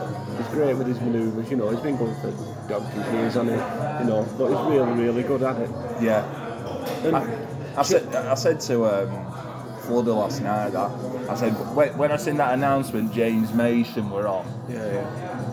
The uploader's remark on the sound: GCP Podcast goes to Preston to see PCW Road to Glory 2022. The sights and sounds of the City.